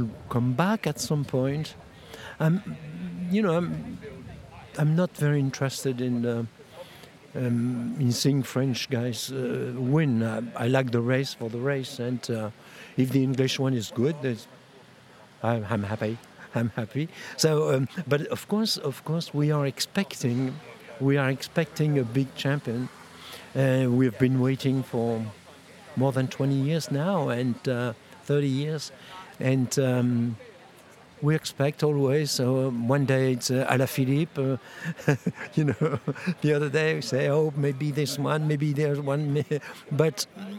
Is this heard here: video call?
no